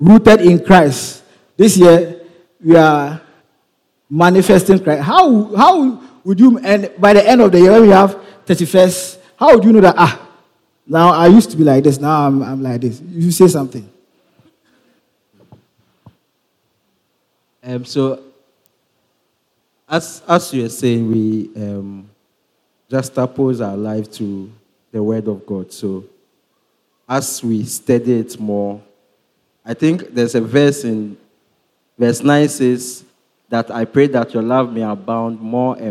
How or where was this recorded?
large echoing room